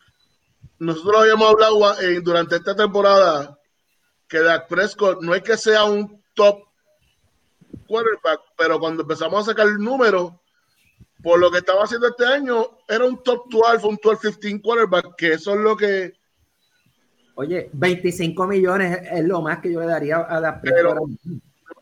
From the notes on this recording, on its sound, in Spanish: Ahora con todo el panel en cuarentena por el COVID19, pudimos usar la tecnología de Work From Home para traer este Mega Podcast.